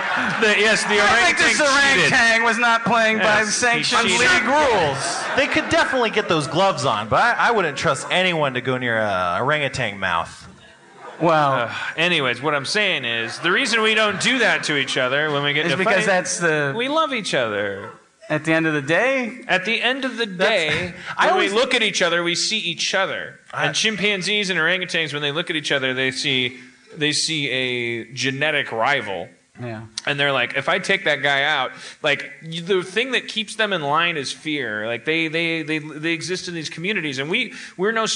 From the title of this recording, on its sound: LIVE in Toronto